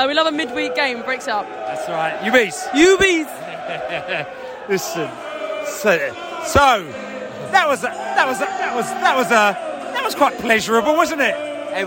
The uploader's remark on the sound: post-match podcast from the stands